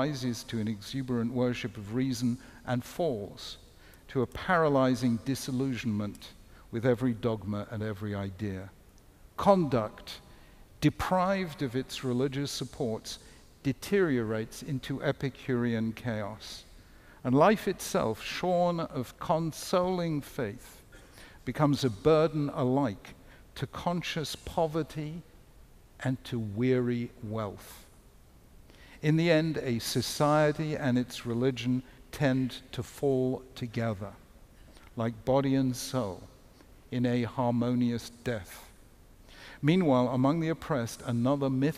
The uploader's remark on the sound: Keynote lecture. The lecture was hosted by The Chautauqua Institution, an arts and cultural lifelong learning community on the shores of Lake Chautauqua in Western New York.